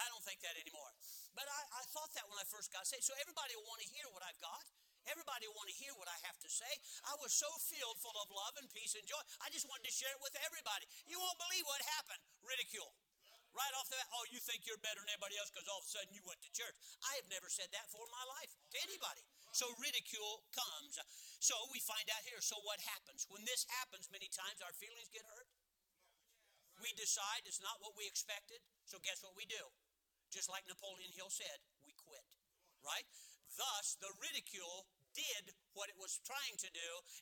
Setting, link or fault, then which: setting, large echoing room